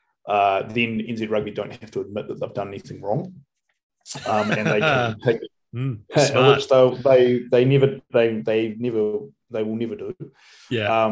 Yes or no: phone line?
no